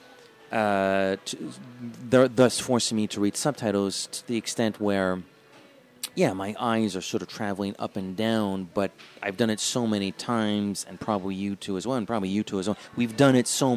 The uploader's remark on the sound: we sat down in a busy café to record our thoughts